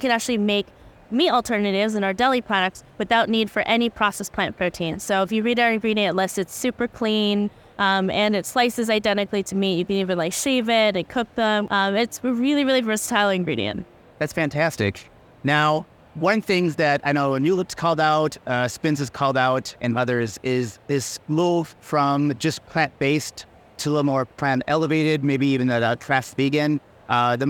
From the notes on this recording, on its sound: Brand Buzz at Expo East 2023. From INFRA’s time at Expo East.